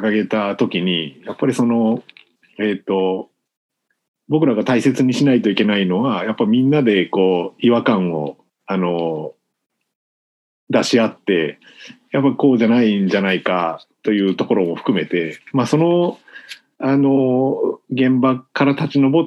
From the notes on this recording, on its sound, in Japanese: みんなでつくる中国山地百年会議 の会員限定で開かれる 市 （オンライン交流会）での公開収録。